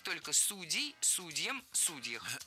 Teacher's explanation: сейчас выбор сделан, и актуален только вариант «судей» с ударением на корне